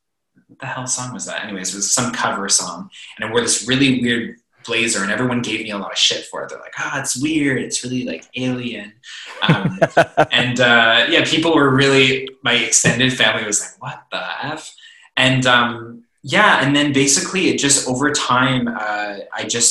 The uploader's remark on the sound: Zoom Interview